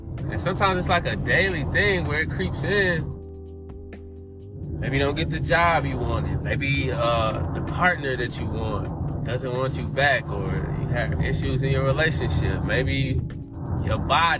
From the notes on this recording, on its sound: In the car.